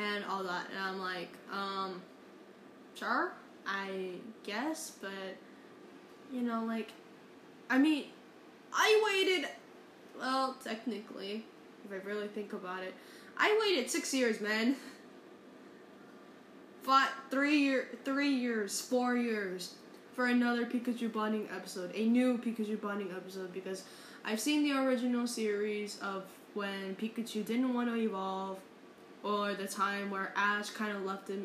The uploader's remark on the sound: Sorry for the fan background noise.